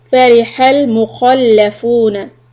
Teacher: keep the kha heavy and lam soft